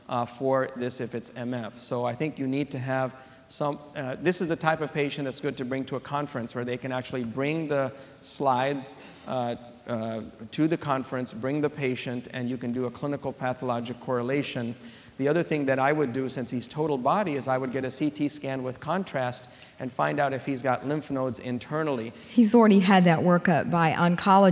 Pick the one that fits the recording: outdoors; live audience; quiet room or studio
live audience